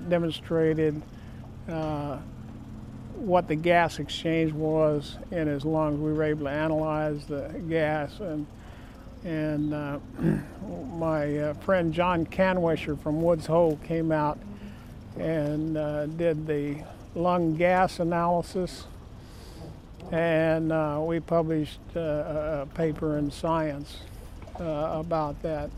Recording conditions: sounds in the background